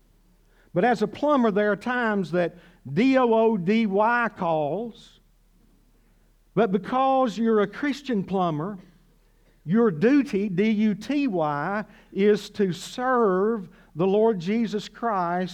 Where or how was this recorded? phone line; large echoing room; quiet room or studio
large echoing room